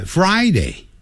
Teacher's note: 礼拜五就好讲了， Fry 卷舌的 Fry 念快 Friday